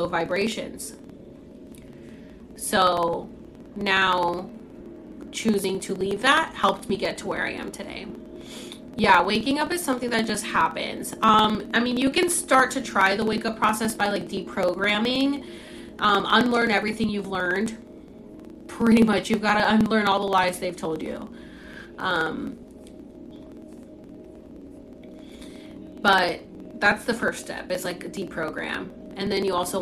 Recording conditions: background noise